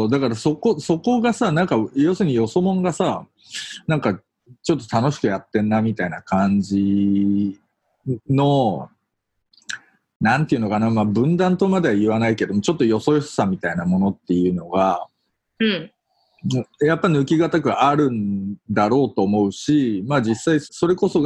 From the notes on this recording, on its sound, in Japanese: 今回の収録はビデオ会議サービス「ZOOM」を使用し。一部聞き取りづらい箇所があります。